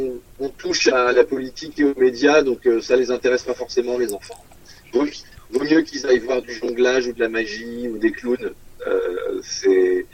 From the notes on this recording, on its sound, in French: Interview téléphonique